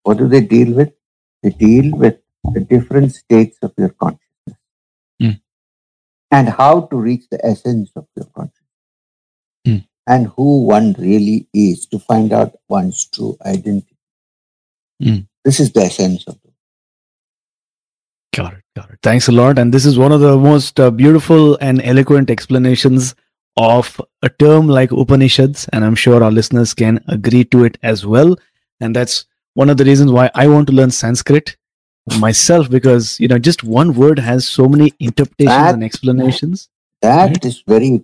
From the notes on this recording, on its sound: We had some audio issues on this episode